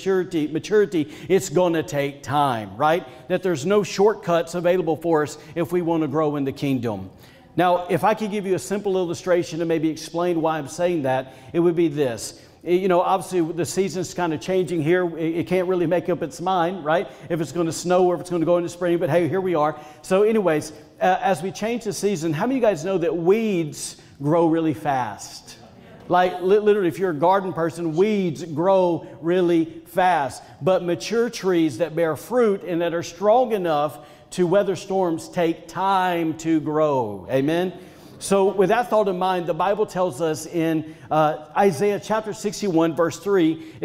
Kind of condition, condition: setting, large echoing room